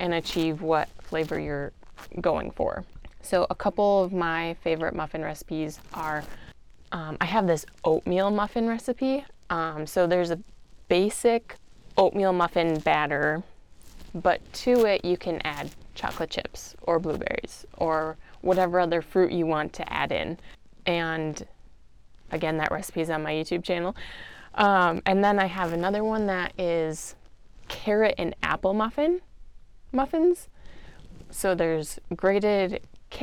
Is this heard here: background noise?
yes